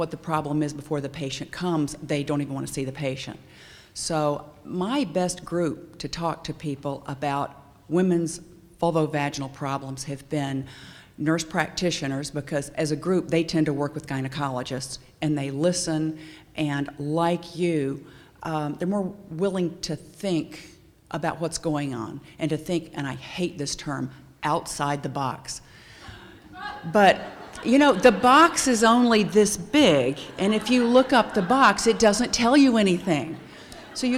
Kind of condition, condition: setting, busy venue